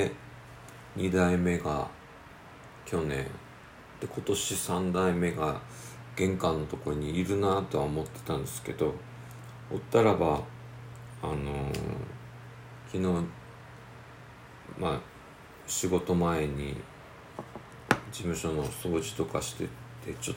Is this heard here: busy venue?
no